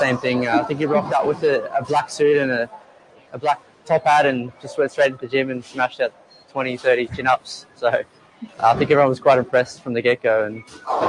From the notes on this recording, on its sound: LIVE at a bowling alley!